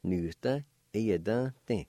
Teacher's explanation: The E with the N can be silent. You can just pronounce the N sound like this. Nusta, ia dun, thin.